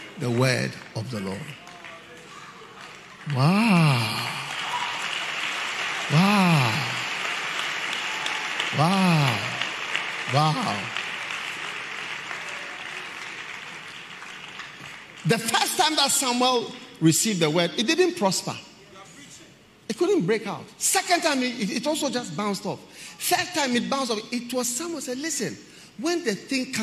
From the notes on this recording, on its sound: Preached at the Qodesh